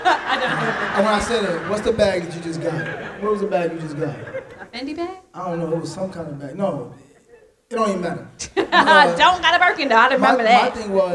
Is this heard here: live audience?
yes